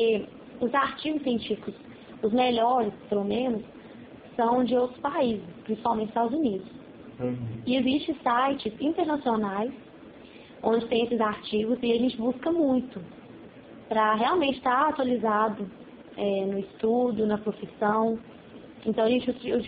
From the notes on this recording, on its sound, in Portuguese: O audio teve alguns problemas novamente mas nada que atrapalhe o projeto.